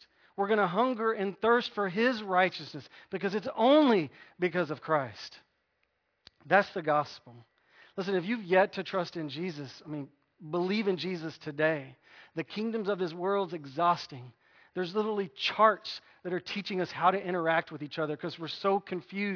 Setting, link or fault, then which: setting, large echoing room